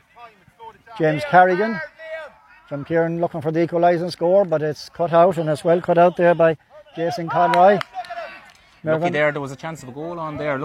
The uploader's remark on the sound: Full Live Audio Commentary from Dromod